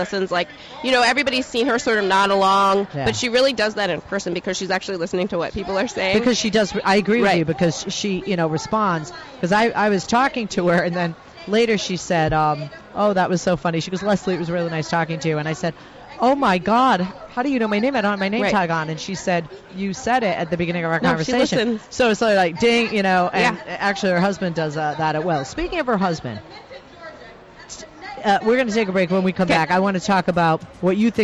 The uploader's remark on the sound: LIVE At DNC. Live from the DNC in Philadelphia.